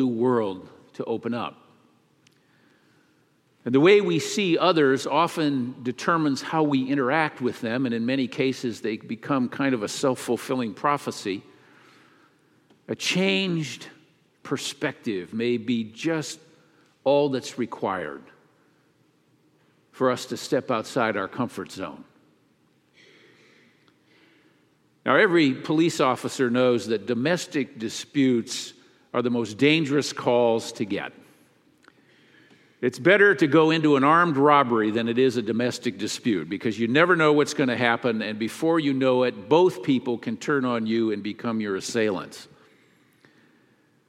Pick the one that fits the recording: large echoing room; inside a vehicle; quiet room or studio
large echoing room